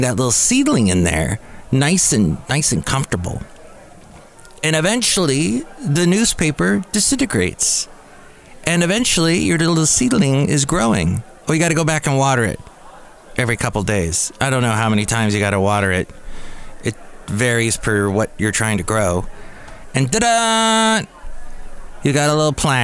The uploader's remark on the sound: podcasts live from Café Anyway